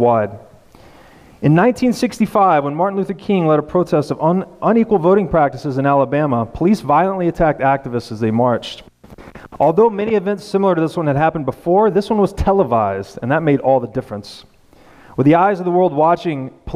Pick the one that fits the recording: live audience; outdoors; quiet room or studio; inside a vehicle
live audience